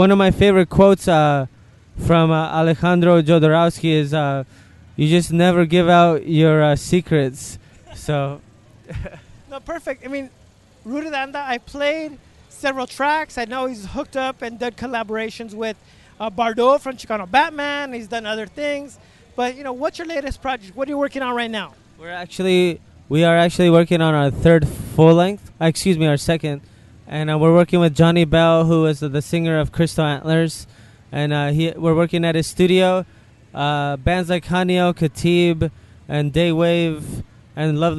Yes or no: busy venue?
yes